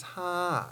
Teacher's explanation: a nice, easy ha, and with a nice falling tone and a nice forward vowel.